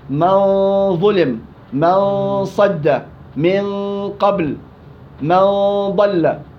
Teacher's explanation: لو شلنا الغين والخاء من خص ضغط القذ، صح صح، الصاد والضاد والطاء والظاء والقاف، هاي الخمس أحرف إذا جاءت بعد النون الساكن والتنوين يكون عندي إخفاء حقيقي بغنة مفخمة